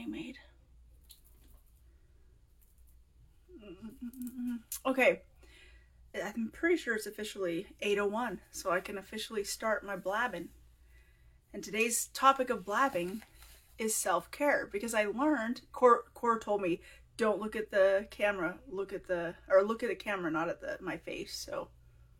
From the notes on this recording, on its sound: re-release one of my very first recordings, an Instagram Live